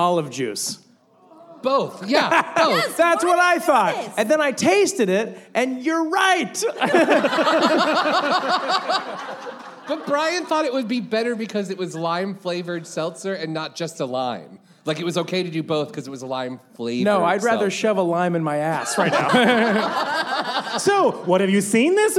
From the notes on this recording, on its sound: LIVE at BroadwayCon 2019!